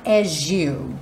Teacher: O S acaba ganhando um som de J